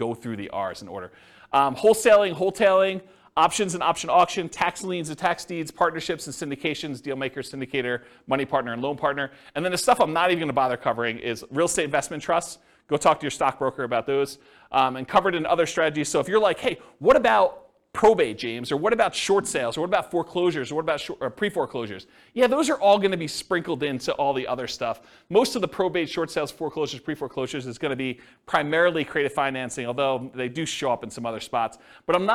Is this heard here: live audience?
yes